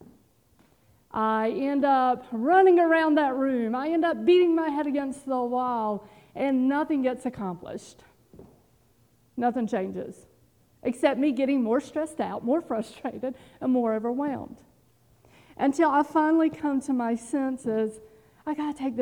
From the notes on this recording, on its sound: Audio recording from this morning&#8217;s in-person worship service. Here is our audio recording from this morning’s in-person worship service.